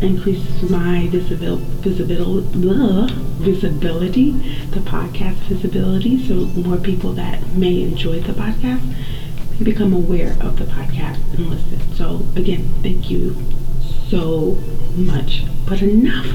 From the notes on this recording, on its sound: Horrible Sound Quality. There was some technical difficulties with this episode (the sound).